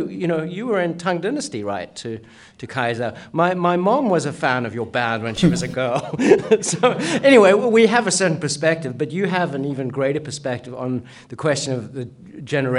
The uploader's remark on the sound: Live at the NEXTChina 2021 Conference in New York. A live show taped. At the fourth annual NEXTChina Conference at the China Institute in New York.